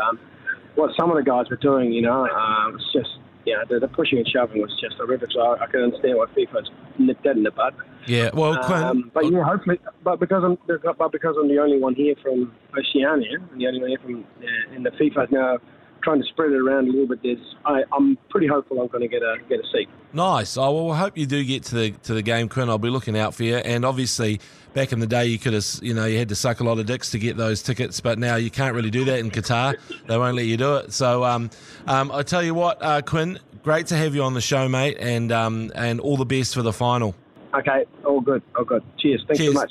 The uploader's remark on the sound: On The Bus Home From France Vs Morocco. Live on his way home from the France Vs Morrocco game.